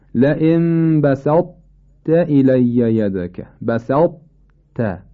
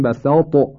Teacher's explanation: لئن بسطت الی یدک، بسطت، ببینید طاء رو شما حس میکنید اما ناقص، اگر بخواید طاء رو درست بشنوید باید بگیم بسطت، اینجا ادغام صورت نگرفته که این غلطه، اگر بگیم بسطت غلط، ادغام صورت نگرفته و طاء در واقع ظاهر شده. ما برای اینکه طاء رو ادغام کنیم تمام صفاتشو میاریم، مخرجش هم که سر جای خودش هست، قلقله رو ازش میگیریم، این میشه ادغام ناقص. · Shown in: first take · همونی که بنده عرض کردم، تهرنگی از حرف باقی میمونه.